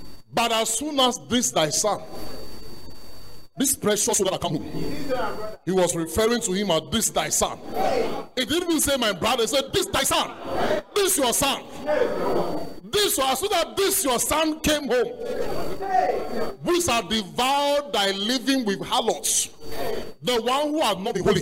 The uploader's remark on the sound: Preach at The Art of Evangelism Conference